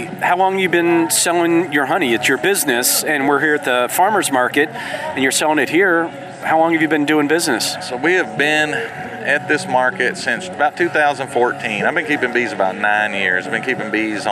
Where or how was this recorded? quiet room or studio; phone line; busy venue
busy venue